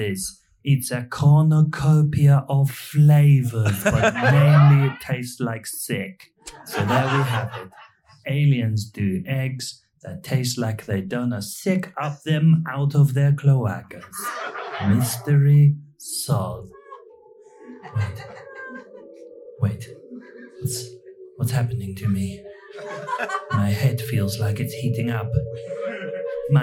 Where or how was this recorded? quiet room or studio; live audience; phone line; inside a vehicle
live audience